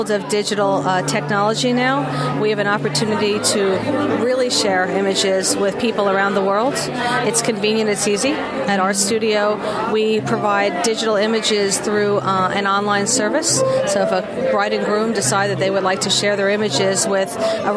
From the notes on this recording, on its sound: Special Edition Meet the Masters on Location at Kate’s Paperie.